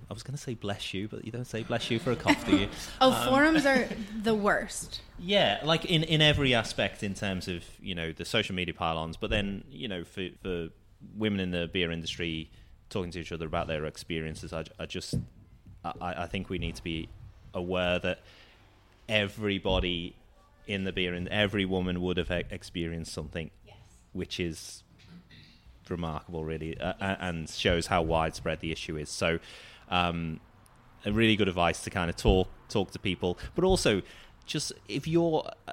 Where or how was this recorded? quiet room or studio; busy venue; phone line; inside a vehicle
busy venue